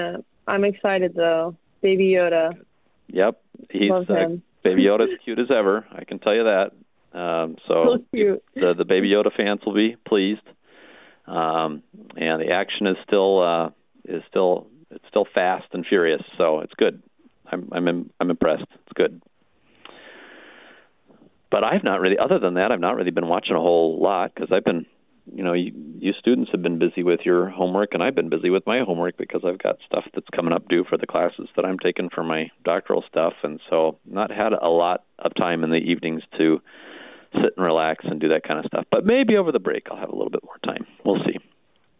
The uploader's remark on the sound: Thanks to the technology at 88.5 - KALA-FM, St. This episode was recorded through the phone.